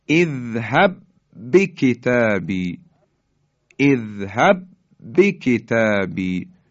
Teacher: ما یک با رو داریم تلفظ میکنیم، حرف اولی که ساکنه یعنی مدغم حذف میشه · Term: ادغام متماثلین